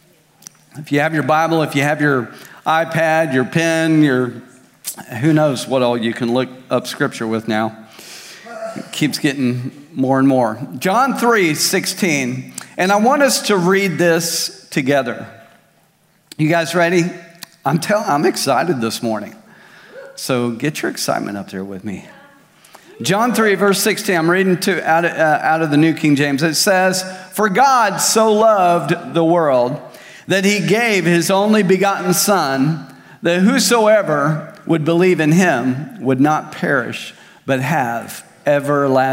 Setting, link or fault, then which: setting, large echoing room